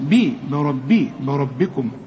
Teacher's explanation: بربكم، شوف برا بي بكم، شوف ما تقولش بربكم بكم بكم، بربكم الراء فقط هي المفخمة والباء هنا تكون أكثر رقة لأنها مكسورة